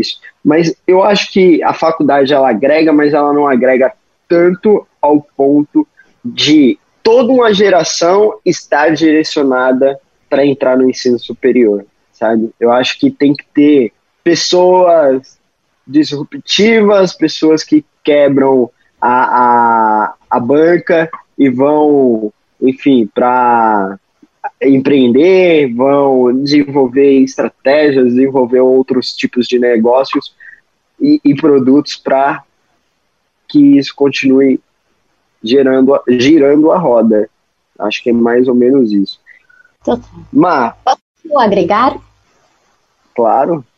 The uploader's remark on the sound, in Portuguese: bateu um papo com a gente por meio do Zoom